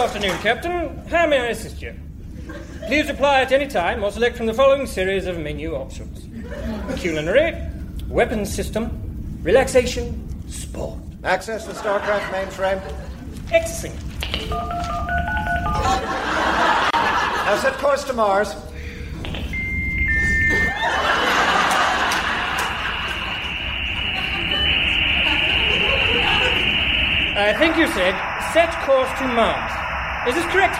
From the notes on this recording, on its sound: Recorded Live 8/6/2011 at Largo, Los Angeles.